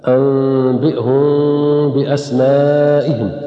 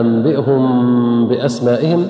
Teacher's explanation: أما في قوله تعالى قال يا آدم أنبئهم بأسمائهم، فالميم هنا مخفاة، أنبئهم بأسمائهم، فالميم هنا تخفى لأن أتى بعدها باء. ويحسن أن يحصل انفراج قليل بين الشفتين · Shown in: first take